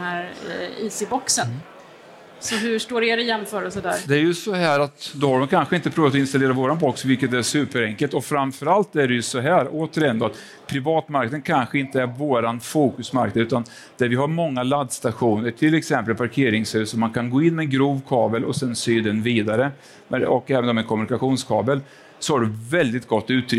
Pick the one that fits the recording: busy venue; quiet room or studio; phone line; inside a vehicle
busy venue